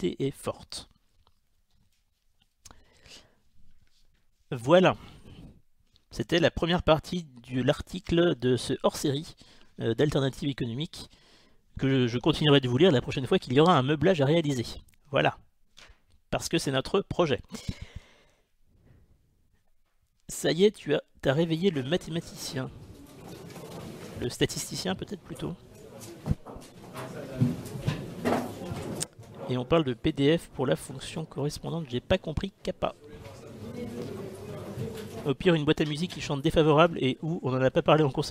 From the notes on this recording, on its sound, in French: la traditionnelle conférence de presse de sortie du conseil des ministres